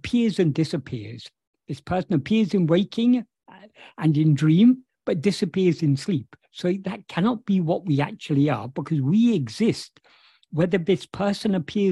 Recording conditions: video call